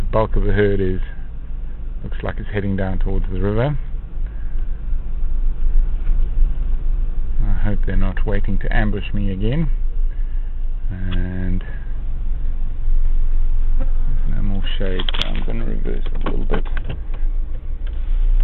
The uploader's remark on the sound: Elephant herd Roadblock in KNP. Stuck in the middle of a breeding herd in KNP.